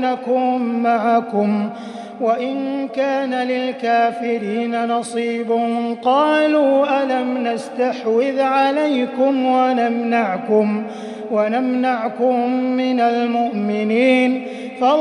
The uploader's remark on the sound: Ramadan 2020 Taraweeh Prayer in Masjid Al Haram, Makkah, Saudi Arabia